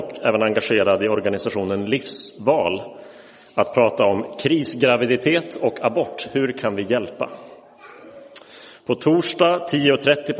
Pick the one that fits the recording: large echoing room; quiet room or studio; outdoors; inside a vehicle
large echoing room